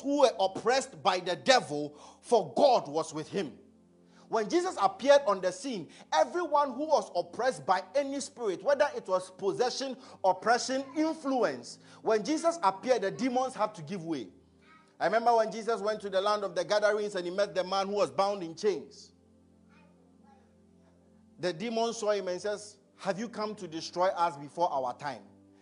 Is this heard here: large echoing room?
yes